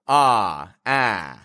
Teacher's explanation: I'm making a pure vowel. I'm making a vowel that isn't modified, it isn't distorted, it's just one position that's held out.